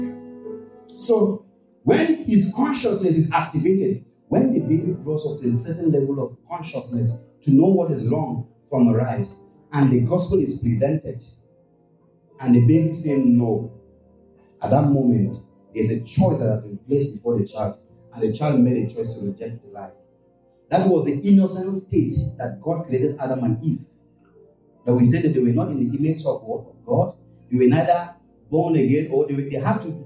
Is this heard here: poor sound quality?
yes